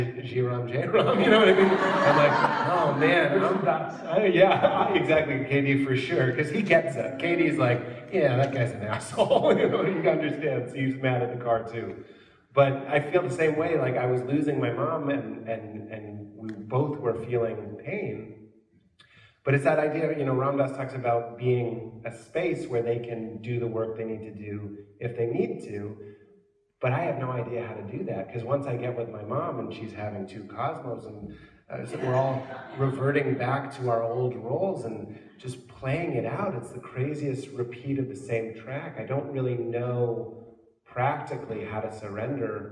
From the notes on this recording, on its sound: live on stage for conversation